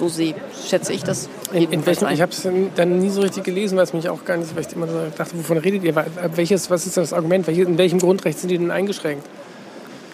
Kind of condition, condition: setting, busy venue